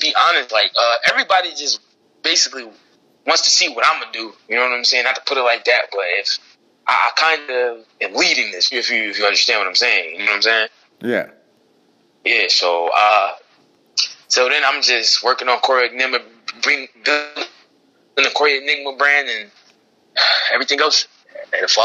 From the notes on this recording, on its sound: called into the show to tell his story